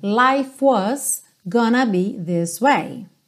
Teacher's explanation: Lembra que o E do life não é pronunciado. Então, você vai juntar o F já no W.